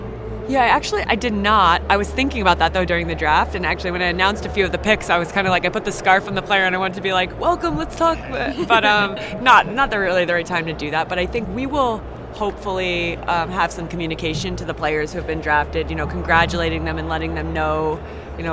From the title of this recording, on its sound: Live from the 2019 USC Convention